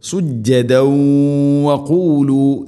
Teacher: തൻവീനിനെ വ എന്ന അക്ഷരത്തിലേക്ക് ഇദ്ഗാം ചെയ്യണം, കൂട്ടി ലയിപ്പിച്ച് മണിച്ചുകൊണ്ട് ഉച്ചരിക്കണം · Term: ഇദ്ഗാം ബിഗുന്ന